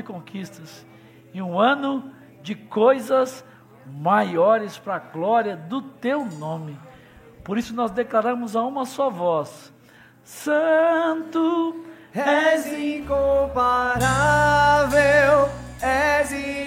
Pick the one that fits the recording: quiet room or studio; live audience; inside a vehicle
live audience